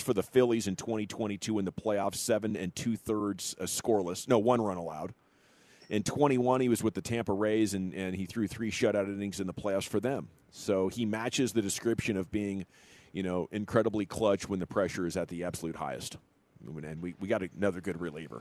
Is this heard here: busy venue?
yes